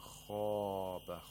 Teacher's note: we have the highest level of تفخيم in خاب